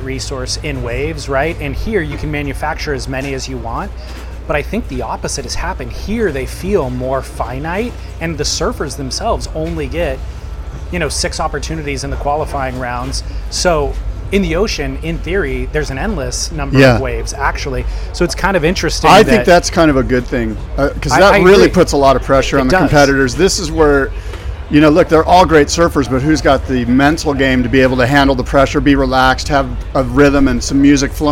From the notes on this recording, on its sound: Live from Surf Ranch! Report live from the Surf Ranch Pro.